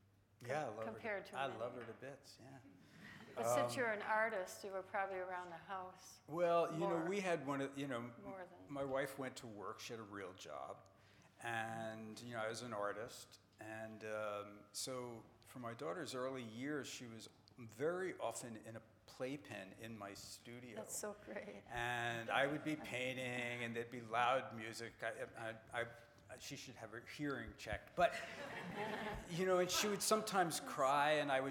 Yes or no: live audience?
yes